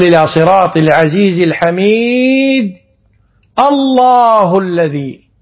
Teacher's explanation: وعلى هذه القراءة عند الوصل ينبغي الرفع، فتقول إلى صراط العزيز الحميد الله، والوقف على رؤوس الآية سنة، لا سيما يعني يتأكد الوقف على رأس الآية إذا كان في ابتداء الآية اسم الله، حتى لا تخرج من فيك مرققة فقف وأخرجها مفخمة، فأي اسم أولى بالتفخيم من اسم الله عز وجل. فتقول إلى صراط العزيز الحميد الله الذي بالتفخيم.